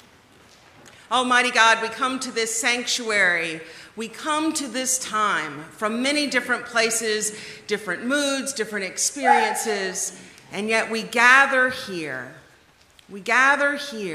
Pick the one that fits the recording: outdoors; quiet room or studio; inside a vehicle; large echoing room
large echoing room